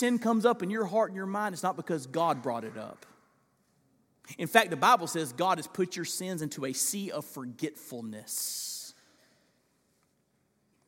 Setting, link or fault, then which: setting, large echoing room